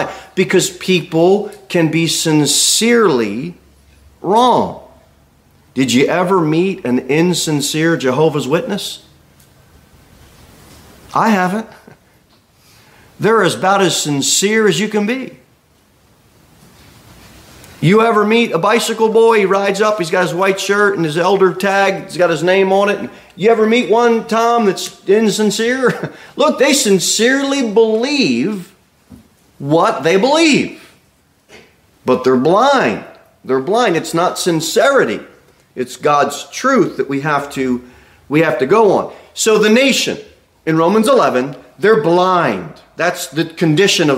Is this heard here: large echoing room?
yes